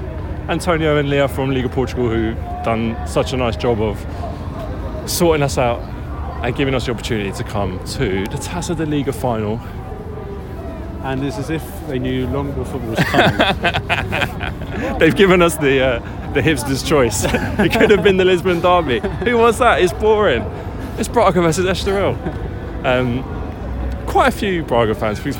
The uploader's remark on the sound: Allianz Cup Final LIVE from Portugal! On this audio diary podcast from a weekend in Portugal, we take you with us to the final of the Taça da Liga between Braga & Estoril. Amazing atmosphere.